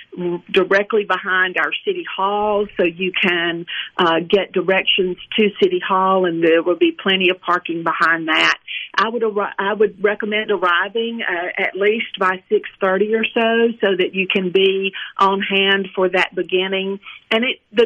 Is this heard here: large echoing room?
no